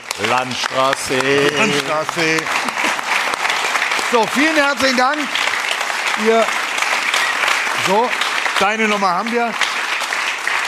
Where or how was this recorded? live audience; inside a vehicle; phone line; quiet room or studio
live audience